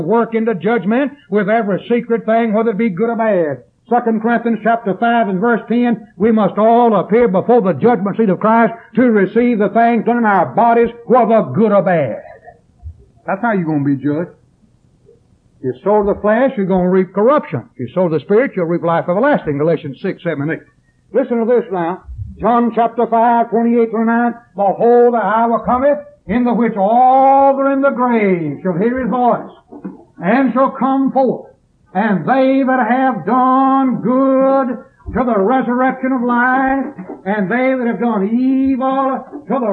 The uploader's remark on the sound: preached this sermon at East Columbus church of Christ in Columbus, MS on September 7th, 1981